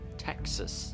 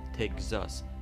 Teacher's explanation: تگزاس گ داریم Z داریم آنچه آنان میگوین تکسس که سه ما که رو تبدیل به گ میکنیم سه رو هم به ز میکنیم